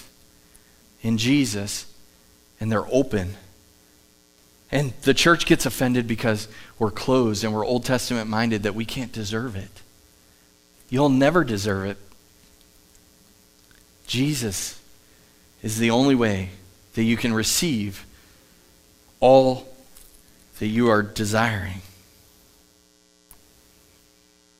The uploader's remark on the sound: Live from The Summit Church in Dover, OH